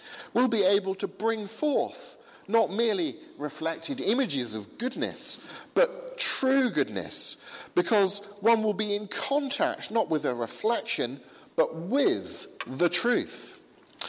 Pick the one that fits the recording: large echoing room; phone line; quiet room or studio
large echoing room